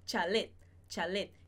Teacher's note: A gente vai colocar o T na posição, mas a gente não vai produzir esse som.